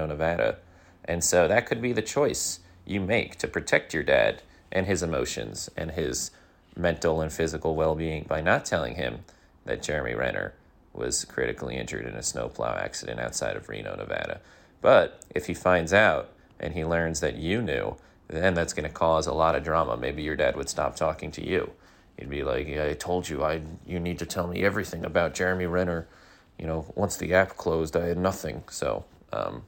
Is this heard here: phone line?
no